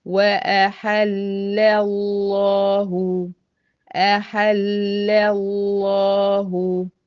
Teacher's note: وحرم الربا خلي بالك أحل اللام بتاعتها المشددة دي كلها مرققة هدخل بقى على لام لفظ الجلالة بالتفخيم هتبقى مفخمة لأن قبلها مفتوح